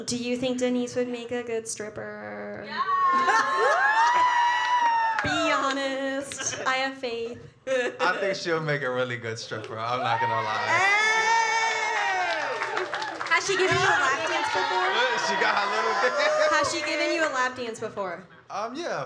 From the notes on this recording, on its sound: NEW YORK LIVE SHOW. NYC LIVE SHOW episode!!